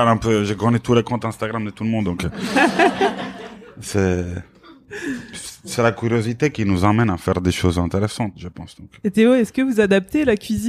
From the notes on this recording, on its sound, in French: Cet épisode a été enregistré en live, début décembre, dans les bureaux de Selency.